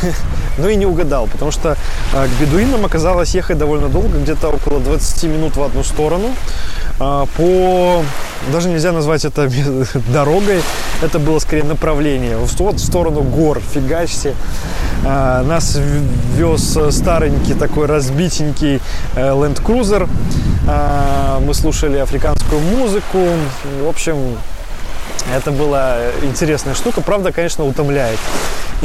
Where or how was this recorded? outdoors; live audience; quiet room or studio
outdoors